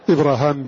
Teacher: إبراهام بمد الألف بعد الهاء